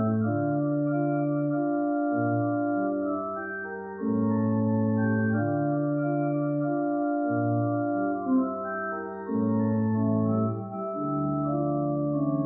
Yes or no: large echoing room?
yes